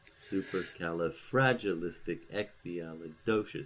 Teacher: So if we take an extremely long word, something like supercalifragilisticexpialidocious, and you write that out, you'll find that you'll get primary stresses alternating with secondary. · you tend to go secondary stress, unstressed, primary stress, unstressed, secondary stress, unstressed, primary stressed